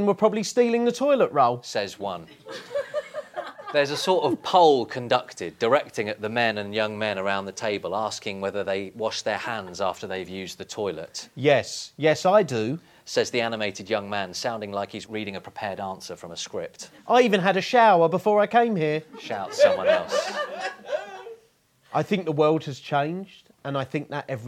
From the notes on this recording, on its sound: This podcast is an edited live recording from Poplar Union, where we told 6 stories, all based on the conversations we had, then asked the audience to share their responses.